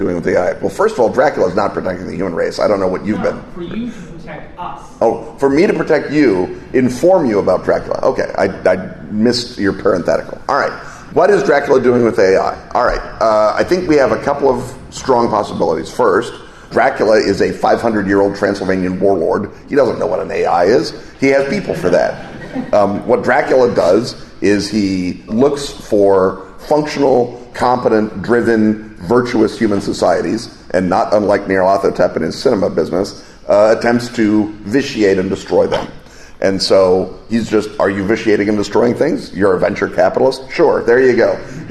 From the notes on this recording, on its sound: A live show at Gen Con.